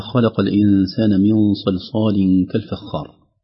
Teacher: سنجد هنا عدة تنبيهات على التفخيم والترقيق، لا سيما إذا تتابع تفخيم وترقيق وتفخيم، كان يقع مثلا مفخم بين مرققين أو مرقق بين مفخمين، مثل خلق اللام هنا مرققة واقعة بين الخاء وبين القاف. لو ما انتبهنا سنقول خلق أو خلق، سيؤثر أحدهما على الآخر، أحد الحروف على الآخر، فينبغي علينا الحذر.